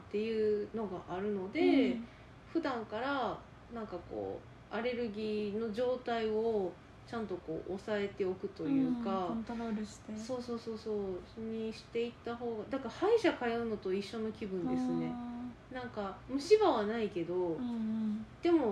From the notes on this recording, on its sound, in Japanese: この音声配信を始めたきっかけで、ちゃんと耳鼻科通おうと思えました。もう鼻のすすり音からは卒業したい。音量とか雑音とかお聞き苦しい点があれば。